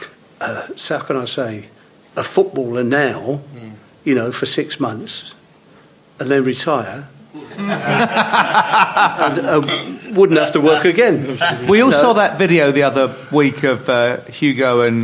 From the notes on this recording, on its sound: live for Spurs Show Season Ticket holders (and Plus One's) from The Albany on Great Portland Street!